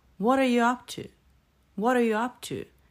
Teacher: Слышите, как поднимается up и как опускается все остальное? · Первое слово what, оно не произносится прямо уж совсем с редукцией, потому что все-таки нам важно, какое там вопросительное слово. А вот are, you и to как раз произносится с более низким тоном и с редукцией. В основном там просто звучит шва или что-то похожее.